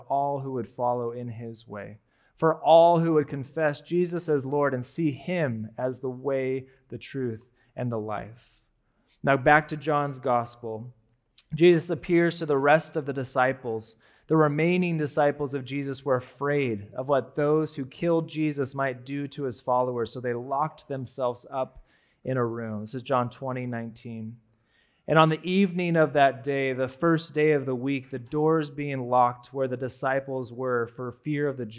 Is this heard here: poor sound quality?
no